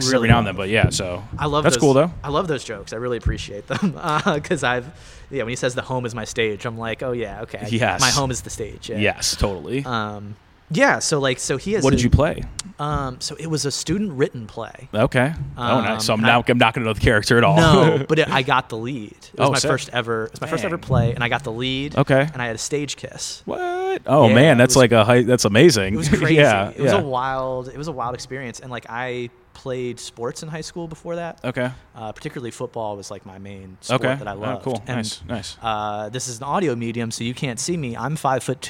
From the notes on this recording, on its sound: recorded outside the comedy open mic at Wits End Saloon June 7th, 2022.